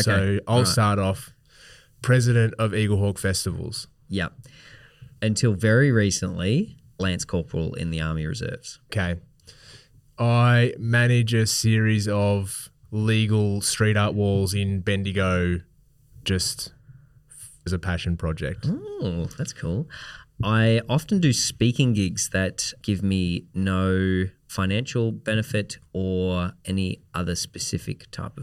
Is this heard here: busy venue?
no